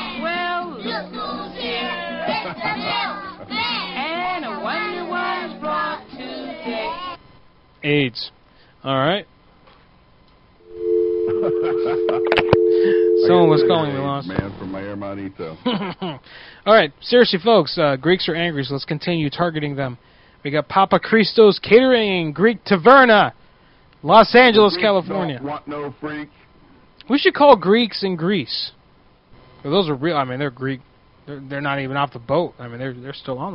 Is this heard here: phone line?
yes